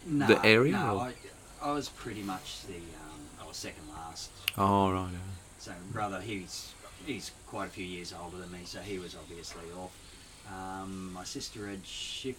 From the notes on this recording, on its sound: This episode features some very ordinary audio quality. Audio quality may sound poor, it is recommended to listen through headphones.